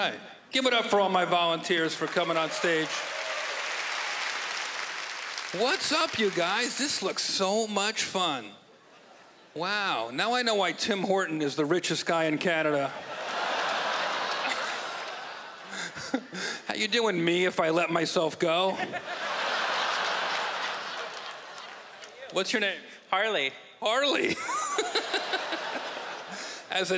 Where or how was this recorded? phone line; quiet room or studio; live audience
live audience